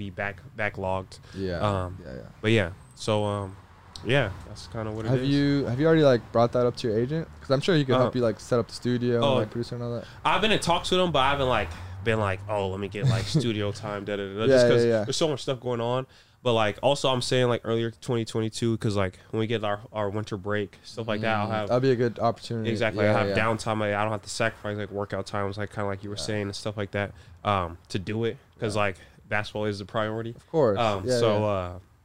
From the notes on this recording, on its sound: joins the boys in the truck